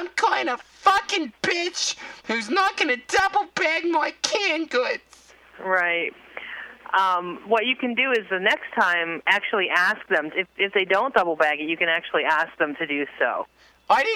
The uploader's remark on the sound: Prank Phone Calls. Drunk-Dialing Wal-Mart.